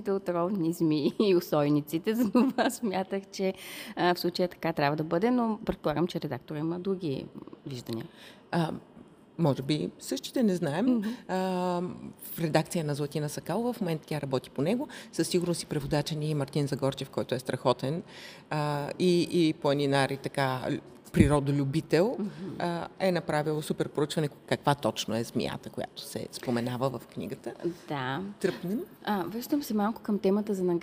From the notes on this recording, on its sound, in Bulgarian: Записахме този епизод от гардероба на НДК. По време на Коледния панаир на книгата, официално известен като Софийски международен панаир на книгата.